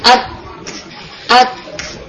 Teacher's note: اقصى لسان زبان کا سب سے جو ڈیپسٹ پارٹ، یعنی کہ زبان کی جڑ بھی کہلائی جاتی ہے، تو وہاں سے زبان کی جڑ اوپر ہارٹ پیلٹ پر جا کر لگتی ہے